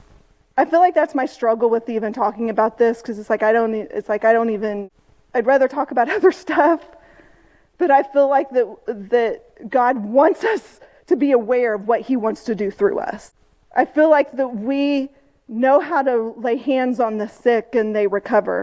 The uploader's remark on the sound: This message had a lot of comments and scripture reading that didn't use a microphone. The recording is a bit choppy and was unable to capture those scripture readings and comments.